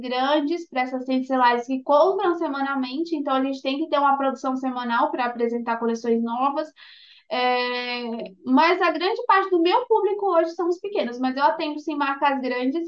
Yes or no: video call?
yes